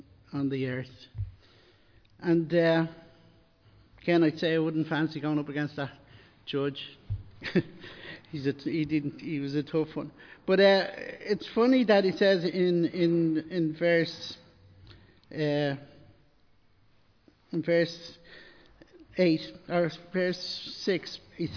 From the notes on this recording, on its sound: Recorded live in Liberty Church on 29 January 2023